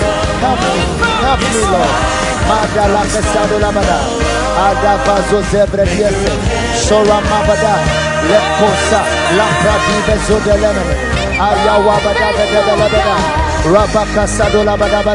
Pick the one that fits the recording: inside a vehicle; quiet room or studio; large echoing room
large echoing room